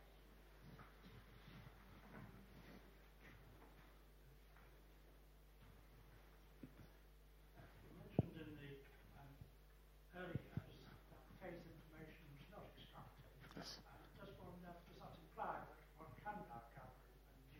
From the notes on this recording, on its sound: UCL Lunch Hour Lecture